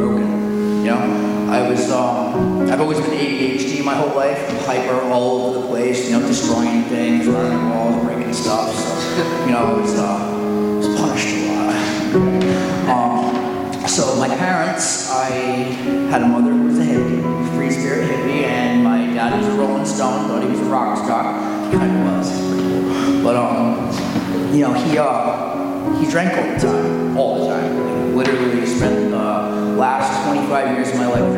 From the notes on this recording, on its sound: during Sunday worship at The Center on Main